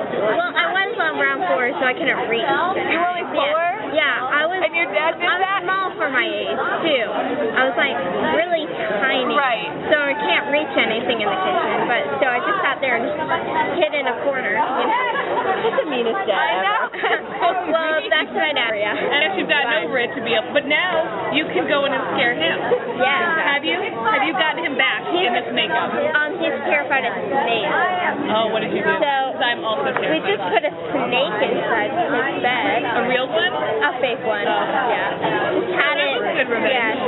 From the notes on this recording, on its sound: Interviewed while attending Infect Scranton, a Zombie Convention.